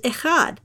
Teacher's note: That ch sound is in the back of your throat, not in your mouth.